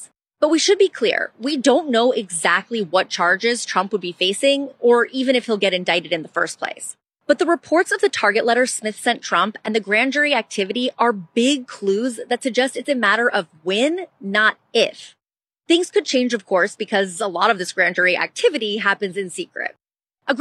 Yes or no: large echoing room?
no